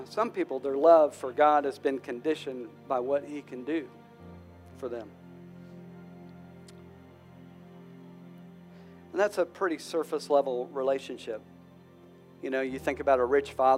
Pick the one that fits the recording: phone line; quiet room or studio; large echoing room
large echoing room